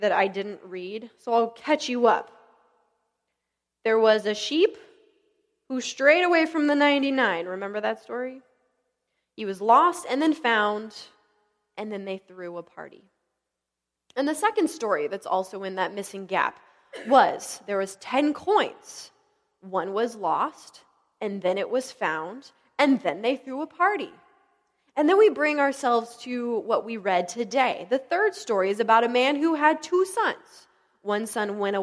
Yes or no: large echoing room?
yes